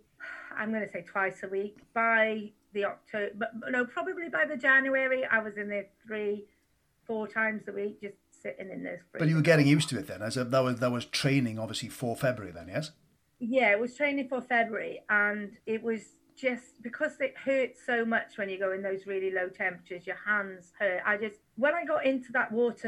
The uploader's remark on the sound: A wonderful chat over zoom with her recently.